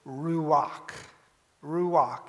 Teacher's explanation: ruach sounds like the wind coming into a room because it has a guttural at the beginning and a guttural at the end.